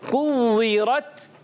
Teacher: کاف کو باریک رکھنا ہے، واو مشدد ہے، ذرا رک کر ادا کریں گے